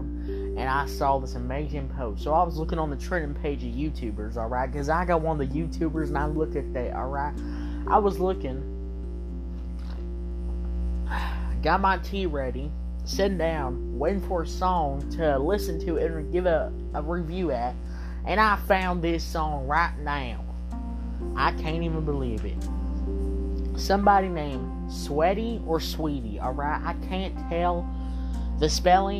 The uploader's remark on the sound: Sorry for the Buzz sound in the background!